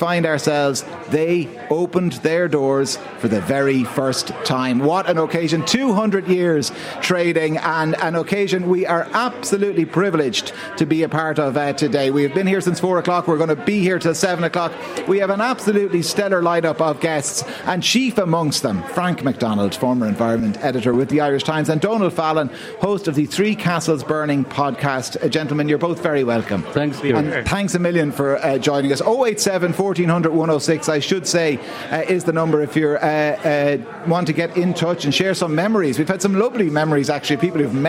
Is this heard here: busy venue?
yes